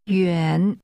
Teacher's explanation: The word meaning far or it's far is pronounced with a falling, rising tone.